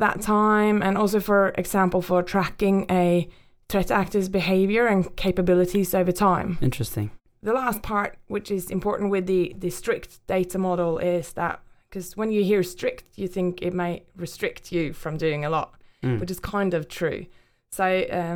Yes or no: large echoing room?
no